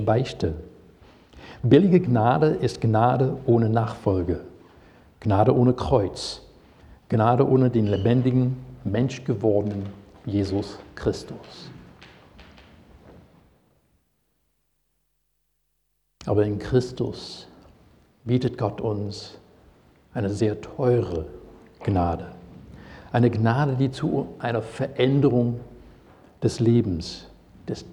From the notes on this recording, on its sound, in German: Predigt aus dem Gottesdienst